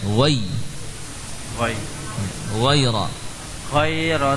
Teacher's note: Lalu huruf ya-nya diusahakan dari tengah lidah.